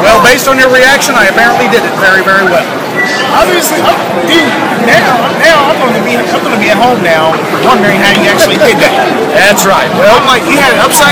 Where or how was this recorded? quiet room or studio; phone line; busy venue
busy venue